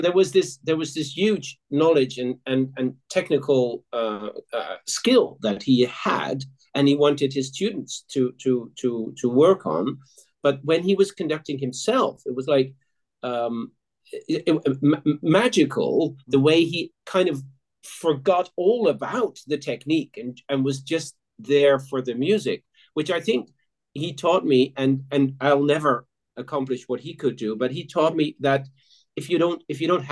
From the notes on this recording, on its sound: This interview was recorded on 28th November 2022 via Zoom.